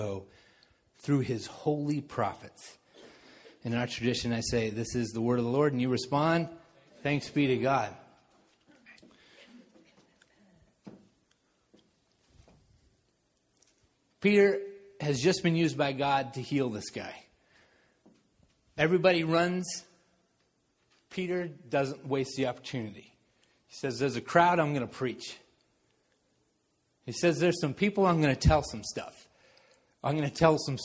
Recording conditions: large echoing room